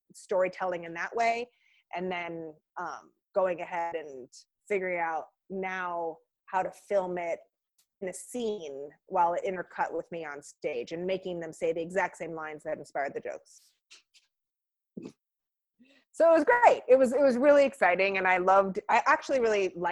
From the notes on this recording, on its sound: Recorded via Zoom